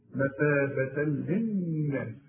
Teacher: عند الوصل فتحتين وبعدها لام إدغام كامل بدون غنة مثابة للناس.